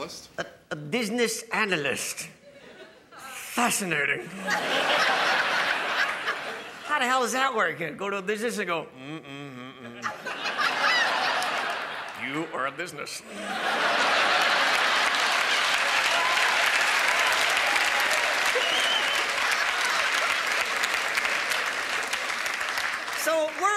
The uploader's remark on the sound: for a live show